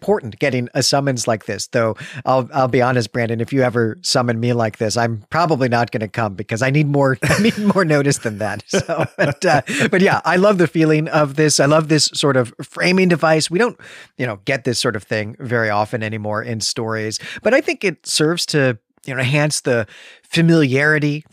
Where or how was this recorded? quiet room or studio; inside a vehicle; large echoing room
quiet room or studio